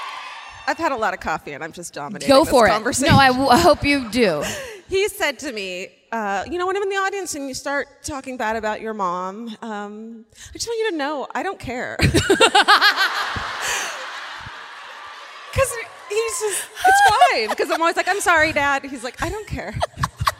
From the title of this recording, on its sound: Live at the Civic Center Music Hall in Oklahoma City